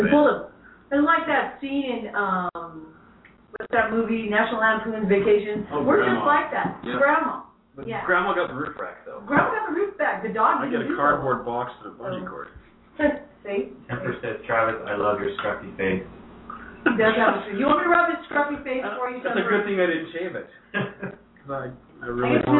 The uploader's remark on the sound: LIVE from Pirate's Landing, Utah!!